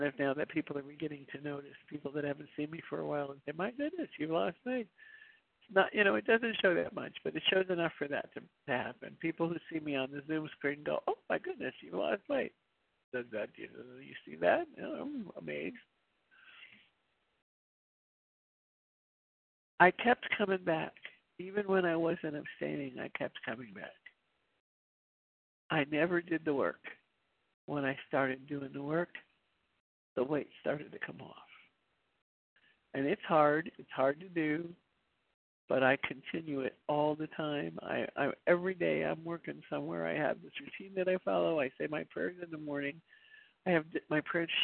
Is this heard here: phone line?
yes